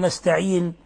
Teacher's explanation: تخفف النون مثل نستعين، لا تضغط عليها عند الوقف عليها